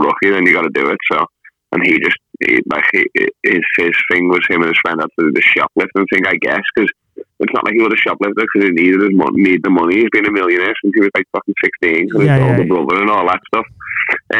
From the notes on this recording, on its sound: hijacks the episode all the way from Sydney by calling me up